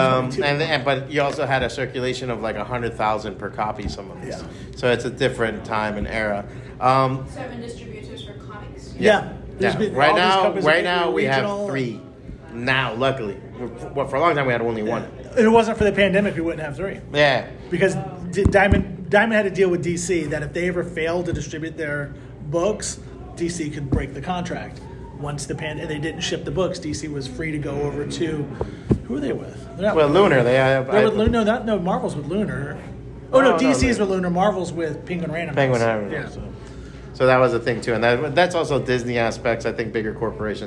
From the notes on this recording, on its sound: Taped live at BEYOND COMIC-CON